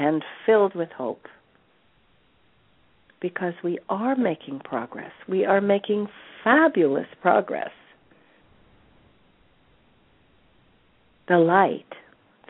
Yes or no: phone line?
yes